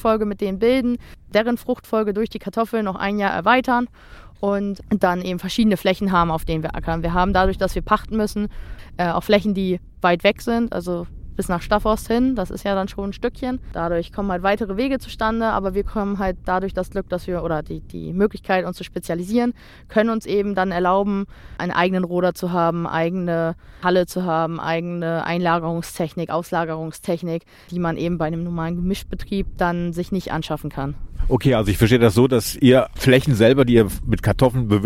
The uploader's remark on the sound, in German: hat sich das Aufnahmegerät geschnappt und war einen Nachmittag bei der Kartoffelernte